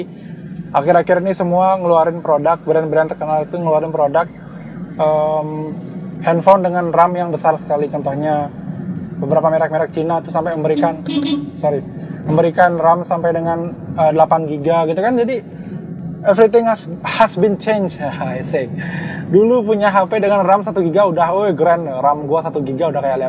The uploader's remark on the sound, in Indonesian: maaf suara gw kurang jernih karena gw rekam podcastnya lagi di jalan sambil nyetir